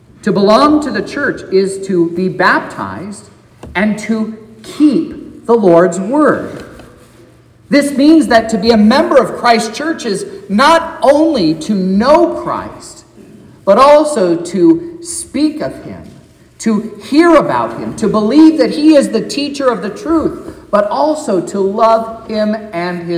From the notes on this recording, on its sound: This is the sermon preached at Trinity Lutheran Church in Vallonia, Indiana, on Sunday, May 28th, 2023